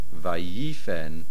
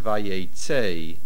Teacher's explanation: Vayifen is mil'el, vayetzei is mil'ra.